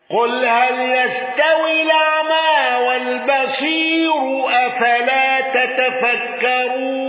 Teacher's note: الأزرق بترقيق الراء والنقل